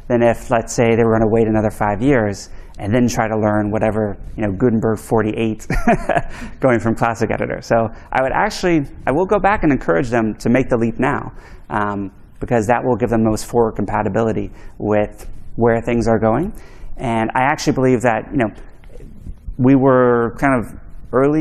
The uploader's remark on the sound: Today's episode is a recording from the official WCUS 2022 livestream found in this video . A Q&A session from the audience.